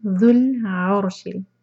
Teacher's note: آیہ 15 میں ذل عرشل، را کو ہیوی کرنا ہے، را پر ساکن ہے